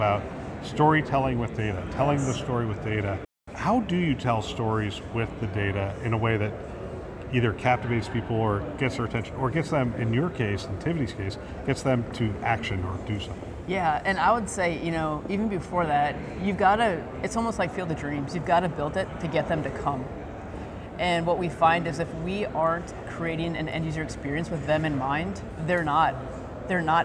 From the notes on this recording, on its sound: live from CHIME’s Fall Forum